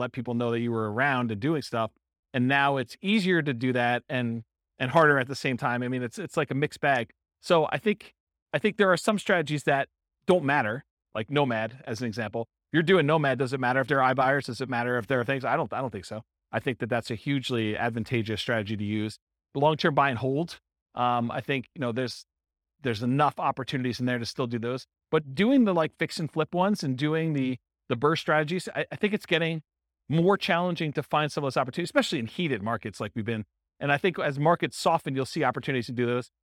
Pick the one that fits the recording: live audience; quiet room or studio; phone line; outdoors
live audience